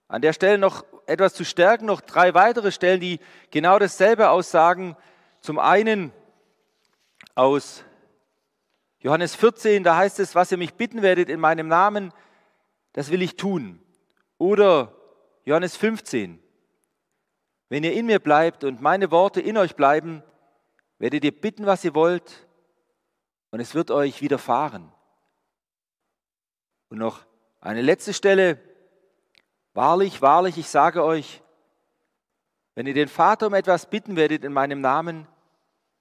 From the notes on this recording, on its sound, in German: Die Predigt aus einem Gottesdienst der EvangelischenGesamtkirchengemeinde Marschalkenzimmer-Weiden.